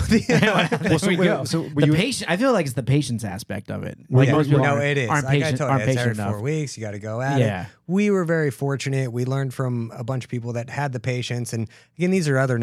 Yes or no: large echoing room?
no